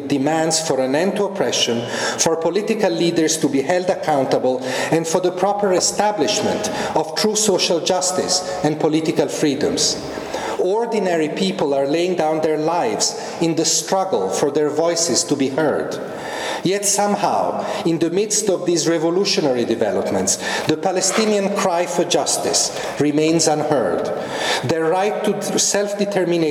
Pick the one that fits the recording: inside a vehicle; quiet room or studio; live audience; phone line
live audience